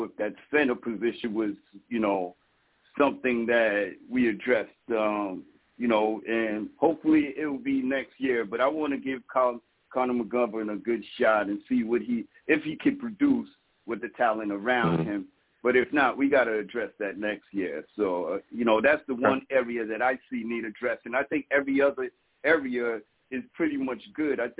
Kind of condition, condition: link, phone line